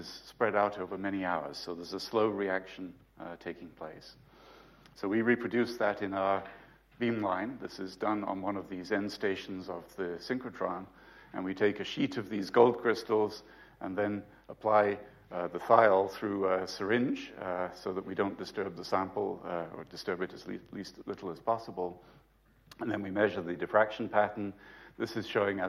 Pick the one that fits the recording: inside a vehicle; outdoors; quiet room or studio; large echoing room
large echoing room